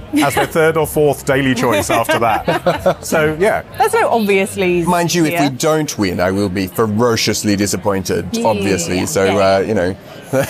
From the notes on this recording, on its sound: Hundreds of nominees coming together at London’s Outernet last Thursday to celebrate the very best of podcasting in Britain. Went behind the scenes at the ceremony - with the help of the Nomono Sound Capsule - to get live reactions from nominees, attendees and winners.